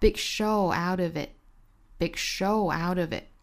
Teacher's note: Big show out ofit， Big show out ofit，这个 T 的音都不发出来了 · Term: American T